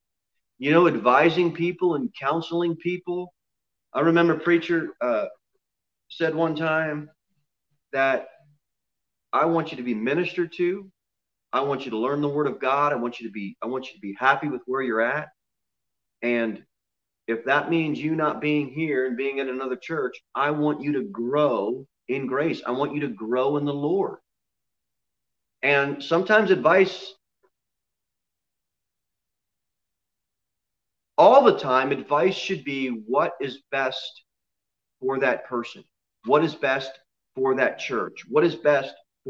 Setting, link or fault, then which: setting, large echoing room